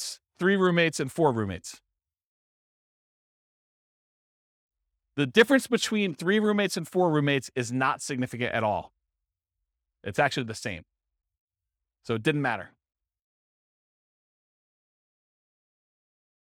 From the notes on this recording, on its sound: This was a live class recorded